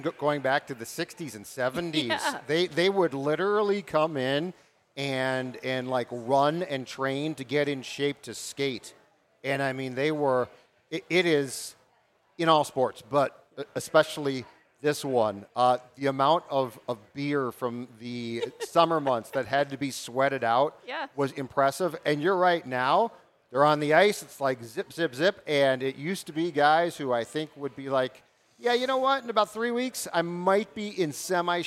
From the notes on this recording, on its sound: Went live from JL Beers in Burnsville as preseason camp for the Minnesota Wild began.